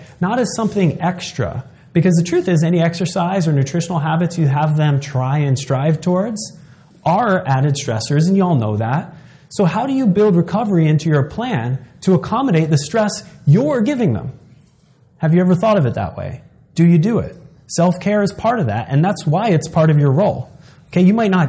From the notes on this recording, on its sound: In this seminar—recorded live in Long Beach, California.